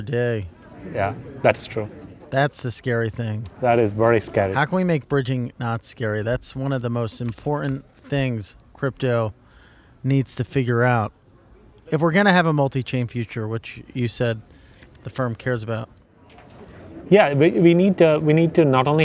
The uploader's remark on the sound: recorded at the Bitcoin 2022 conference in Miami